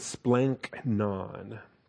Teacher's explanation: instead of a G, you render that as an N, and then a CH, and then another N. You still end up with four consonants in a row, so trust me, it's not going to be a simple thing for an English speaker to choke out there.